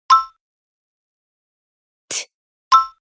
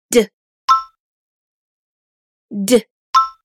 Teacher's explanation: No vibrations. While D does make your vocal cords vibrate · Shown in: second take